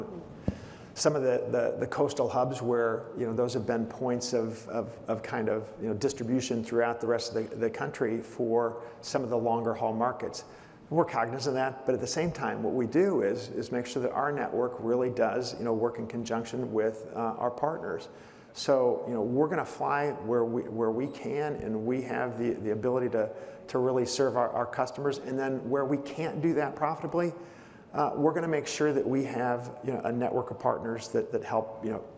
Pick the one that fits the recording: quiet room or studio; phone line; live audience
live audience